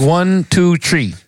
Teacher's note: there's T, there's the H is gone, and it's tree